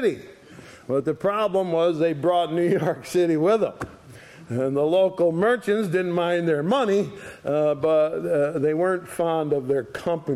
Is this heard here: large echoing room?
yes